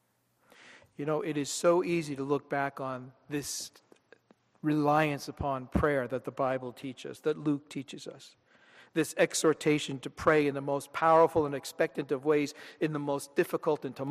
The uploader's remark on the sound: This sermon was delivered at Downtown United Presbyterian Church, Rochester, NY on Sunday, July 28, 2013.